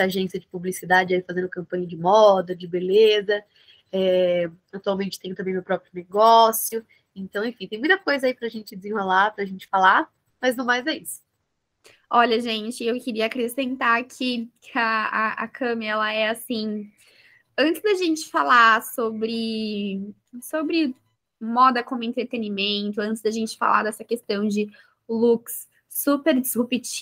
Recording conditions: video call